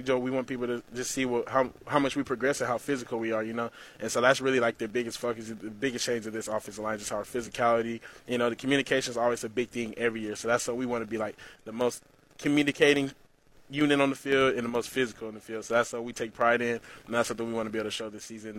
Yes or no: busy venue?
yes